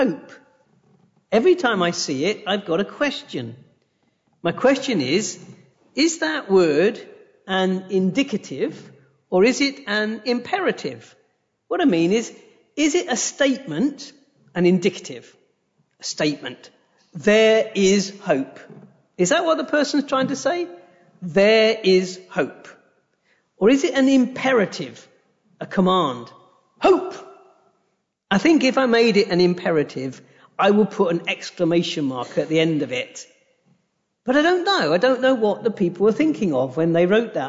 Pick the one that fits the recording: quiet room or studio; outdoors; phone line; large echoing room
large echoing room